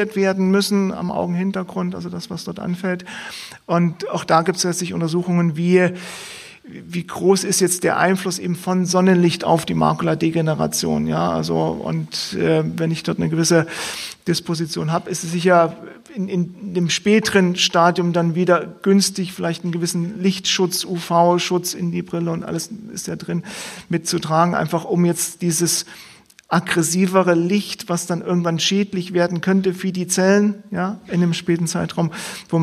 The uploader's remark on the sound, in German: Live aufgenommen von Johannes Gerstengarbe ( Ballroom Studios ) im Center for Regenerative Therapies Dresden (CRTD)